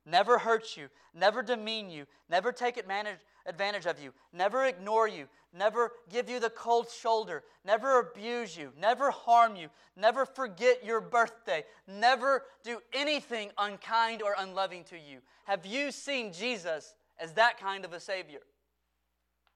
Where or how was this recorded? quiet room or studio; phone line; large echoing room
large echoing room